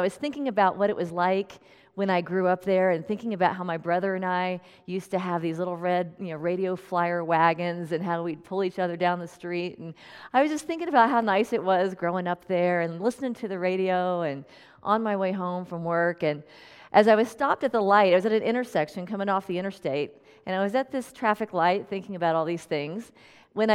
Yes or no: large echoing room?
yes